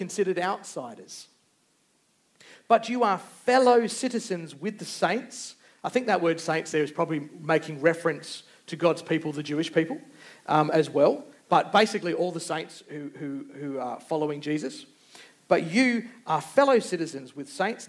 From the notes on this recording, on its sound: Recorded Live. Geraldton Baptist Church.